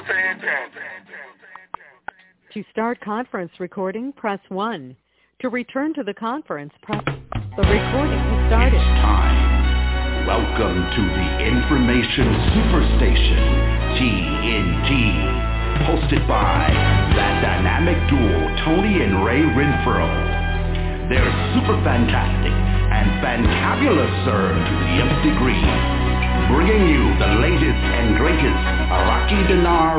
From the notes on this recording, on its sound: TNTSuperfantastic Conference Call